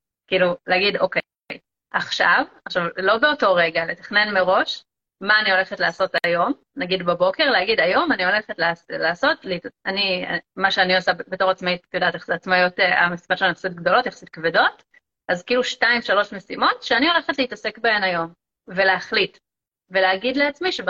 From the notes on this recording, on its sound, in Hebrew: הפרק הזה הוא בעצם לייב שהוקלט באינסטגרם.